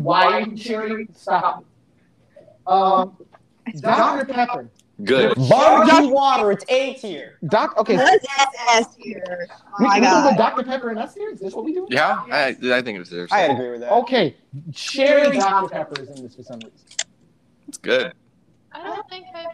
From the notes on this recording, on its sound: POOR AUDIO QUALITY ALERT. This was the most chaotic of the episodes.